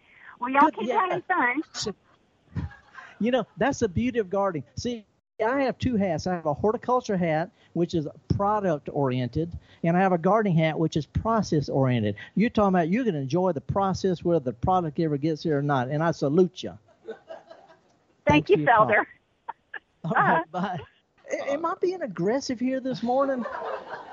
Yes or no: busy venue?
yes